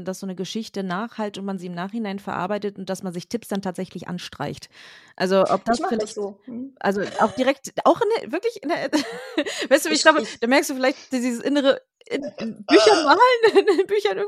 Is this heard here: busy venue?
no